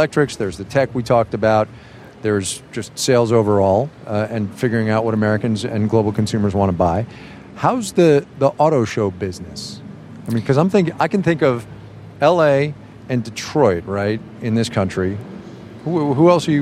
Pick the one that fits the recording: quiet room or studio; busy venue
busy venue